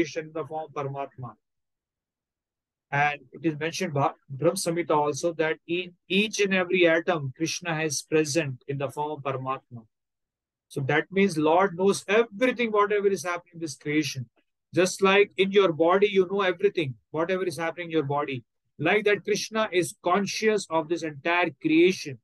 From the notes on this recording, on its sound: Online Zoom Session